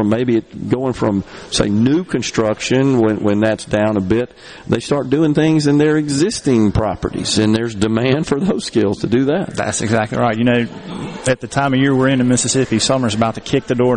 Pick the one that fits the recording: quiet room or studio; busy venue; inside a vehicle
busy venue